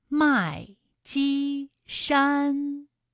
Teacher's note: 先四声，后面两个音都是一声